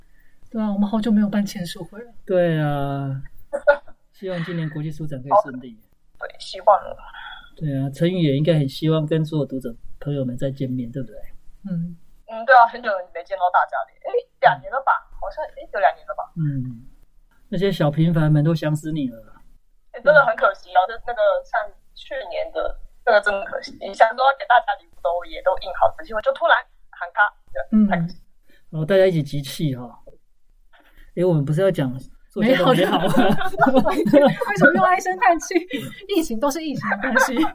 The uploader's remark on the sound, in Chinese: 因為年初突發的疫情改為遠端錄音，品質不佳之處，請大家多多見諒